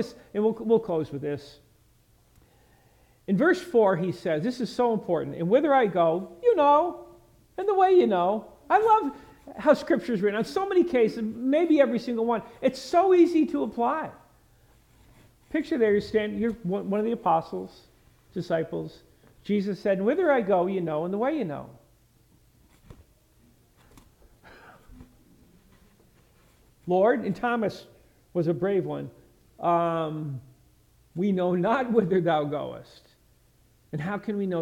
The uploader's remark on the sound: message preached at Lighthouse Baptist Church in Schenectady, New York